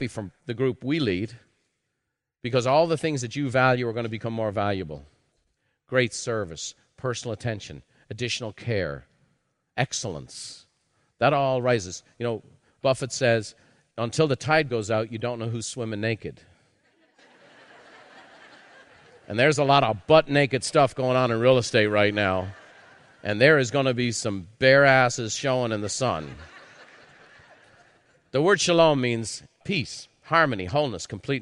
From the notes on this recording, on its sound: A live recording from Peak Experience.